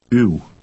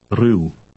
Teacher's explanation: It's a Dutch U followed by a short U sound.